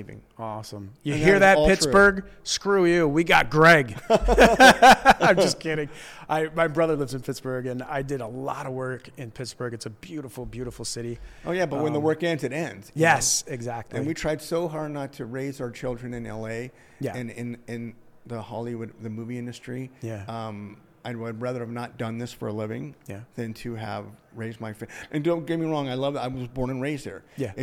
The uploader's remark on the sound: LIVE FROM THE CASTING BUFFALO ACTOR EXPO 2023